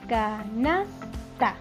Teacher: La sílaba que pronunciamos fuerte es nas. Esa es la sílaba tónica. Las sílabas átonas son ka y ta.